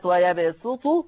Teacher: حفص عن عاصم يقرأ بالسين الخالصة في كلمة ويبسط